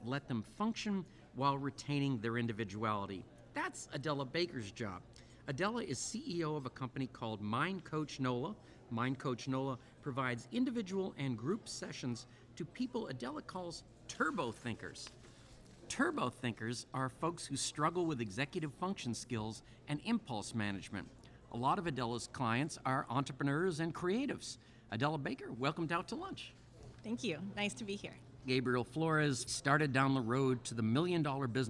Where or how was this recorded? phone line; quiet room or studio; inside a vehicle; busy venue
busy venue